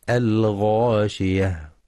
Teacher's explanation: والوقف على التاء المربوطة هاء ساكنة